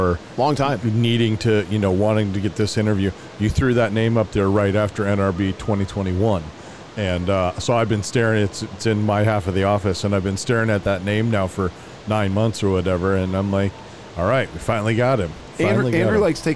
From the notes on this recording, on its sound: LIVE from NRB 2022!